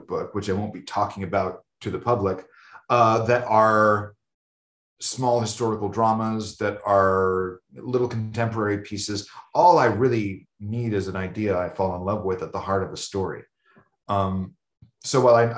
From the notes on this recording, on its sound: Shot via Zoom, March 2022